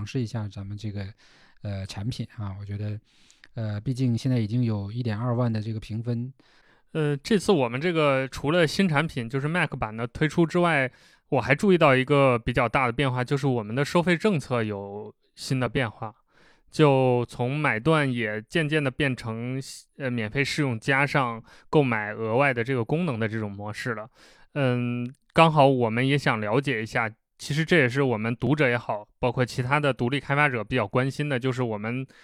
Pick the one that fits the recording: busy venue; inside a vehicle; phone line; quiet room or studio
quiet room or studio